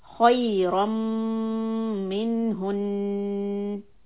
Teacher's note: I'm humming on the noon at the end because there is a shadda on it. So I have to show with my voice that there's two noons here.